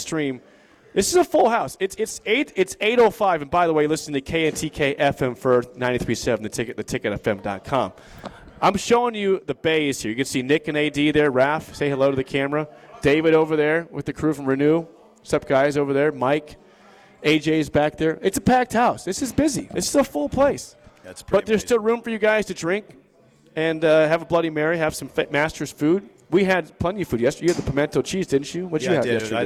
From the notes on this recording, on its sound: live from Double Eagle Golf!